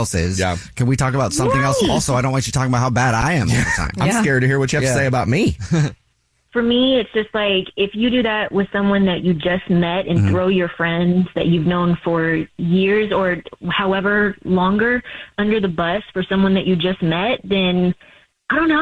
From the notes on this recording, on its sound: We get that other person on the phone